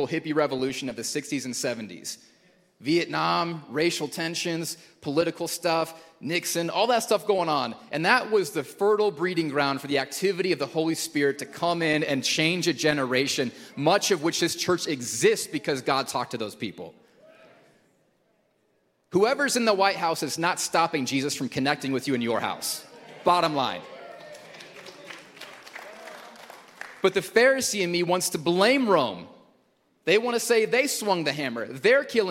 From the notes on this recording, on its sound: Recorded at Hope Church in Springfield, MO